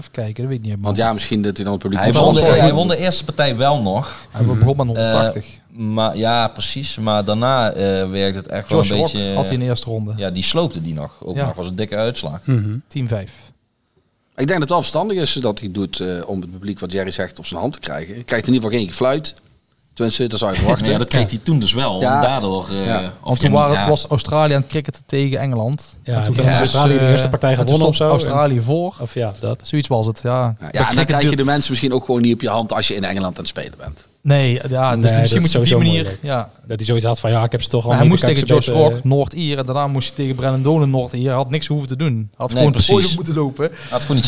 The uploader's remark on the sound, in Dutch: Opgenomen op een prachtige locatie: Café 't Zwaantje in Eindhoven.